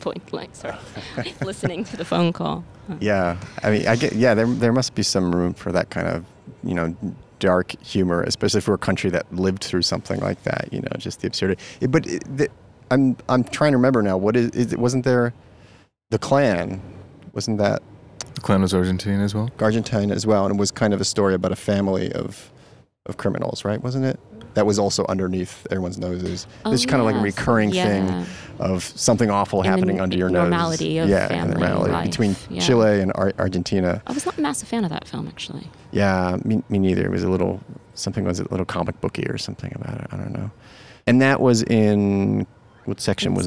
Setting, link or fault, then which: setting, busy venue